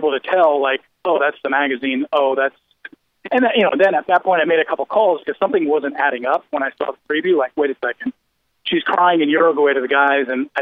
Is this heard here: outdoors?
no